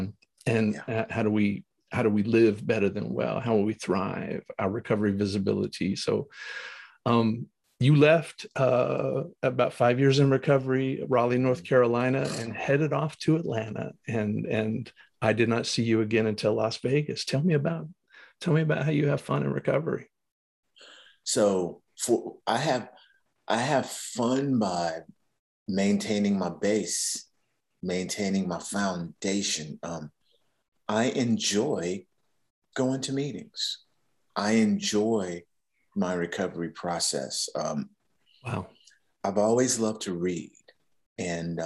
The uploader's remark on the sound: Recorded 10.12.2021 from Raleigh, NC & Atlanta, GA on Zoom